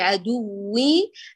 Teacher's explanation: هذه الواو شبعت بغنة